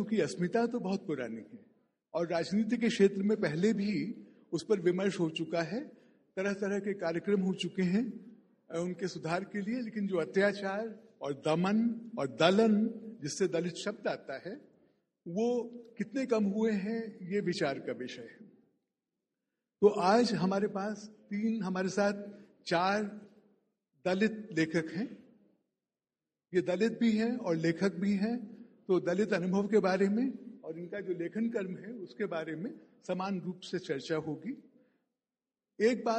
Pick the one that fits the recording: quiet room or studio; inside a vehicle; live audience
live audience